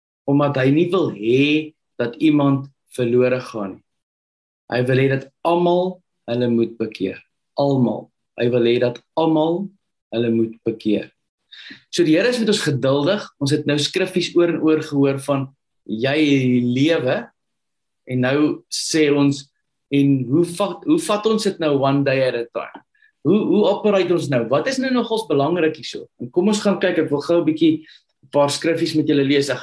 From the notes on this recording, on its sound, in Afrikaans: Manne van die Woord Zoom Byeenkoms.